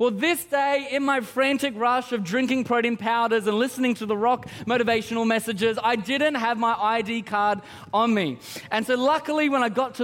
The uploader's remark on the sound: Christmas At C3 Powerhouse. Recorded during our 9am service on Sunday, the 17th of December 2023.